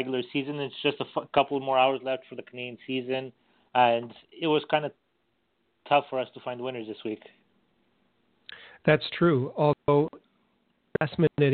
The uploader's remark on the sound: we take your phone calls